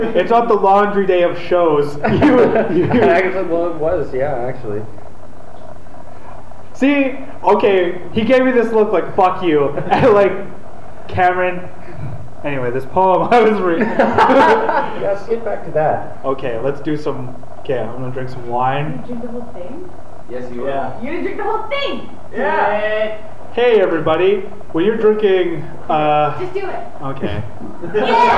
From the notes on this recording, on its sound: LIVE at Swan's Pub & Eatery. Their first ever live and sold out show! From the heart of downtown Victoria.